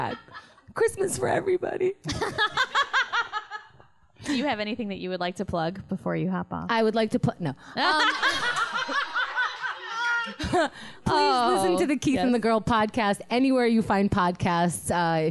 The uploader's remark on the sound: Recorded live from Q.E.D. In Astoria, NYC.